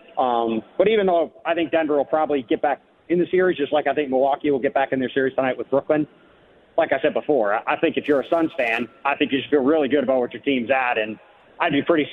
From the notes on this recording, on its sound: Take phone calls from Suns fans.